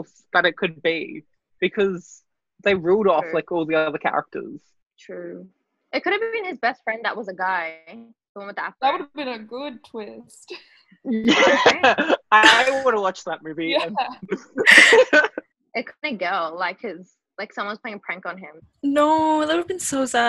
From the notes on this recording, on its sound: I'm sorry if the sound quality isn't the best but i tried !